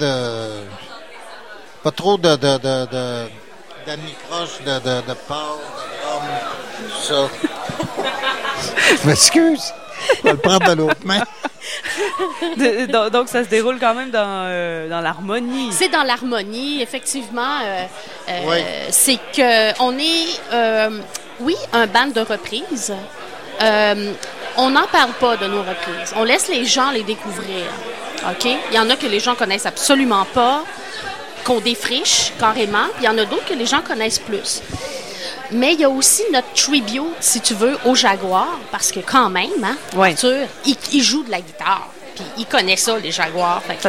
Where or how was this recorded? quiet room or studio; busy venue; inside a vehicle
busy venue